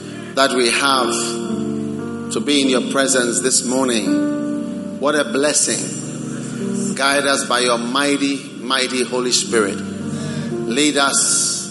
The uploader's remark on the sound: Preached at the Prophetic Encounter Service.